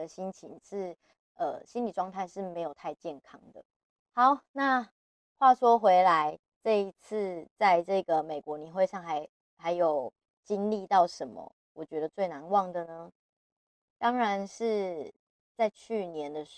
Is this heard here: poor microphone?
yes